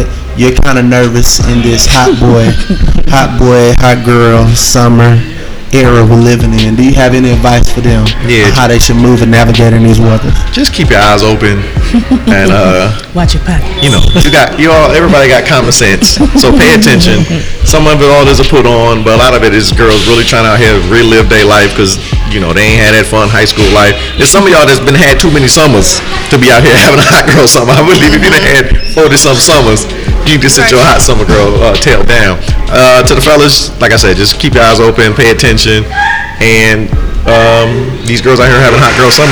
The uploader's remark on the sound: Big thanks to Atlanta City Juice Bar ( ) for letting us record. Big thanks to Atlanta City Juice Bar ( ) for letting us record.